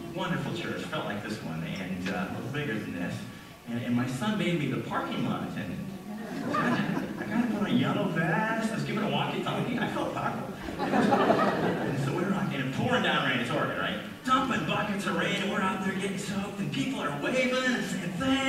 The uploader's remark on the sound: We apologize for the quality of audio as we were having technical difficulties this Sunday.